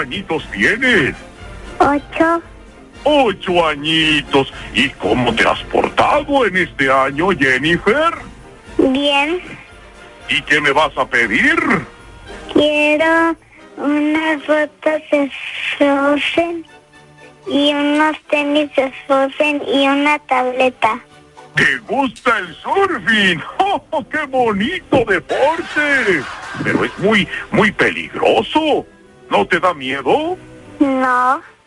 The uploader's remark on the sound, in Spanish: llamo por telefono